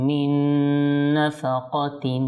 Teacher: নুন সাকিনের পর নুন এসেছে, সেজন্য এখানে ইদগামে বাগুন্না হবে, ইদগাম হবে আর গুন্না সহকারে হবে